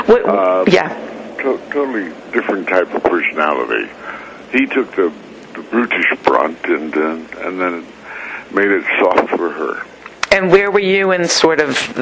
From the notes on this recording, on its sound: We spoke over the phone. From Los Angeles.